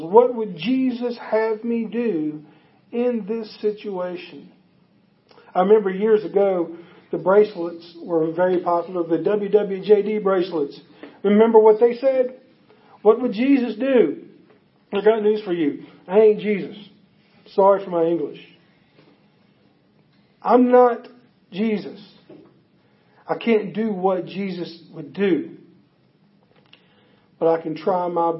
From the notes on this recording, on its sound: Audio is taken from a facebook live event on our church's facebook page.